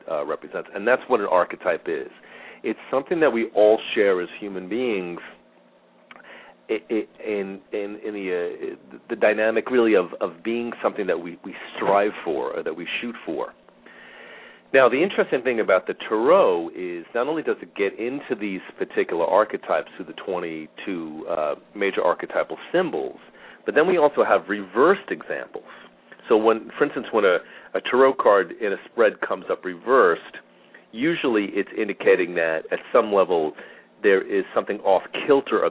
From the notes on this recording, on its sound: Callers with questions or comments are encouraged to call in live, or to ask questions in the chat room. Halfway through the show the phone lines will open for question and comments.